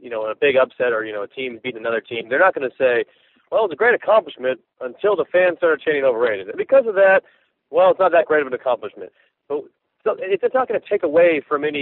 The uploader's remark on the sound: Thanks for some great audio comments this week from our callers.